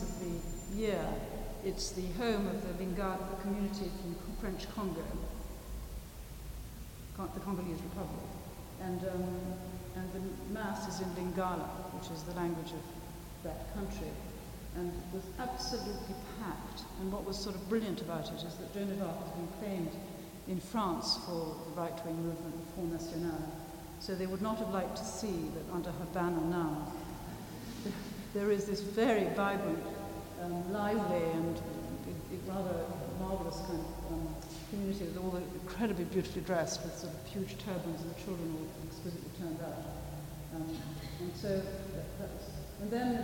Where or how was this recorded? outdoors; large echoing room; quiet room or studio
large echoing room